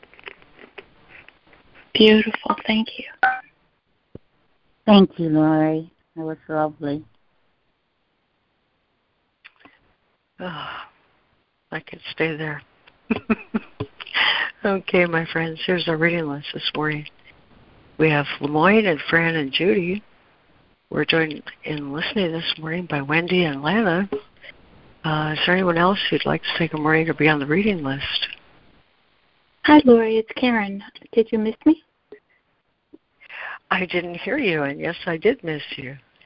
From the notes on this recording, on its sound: ACIM Daily Conference Call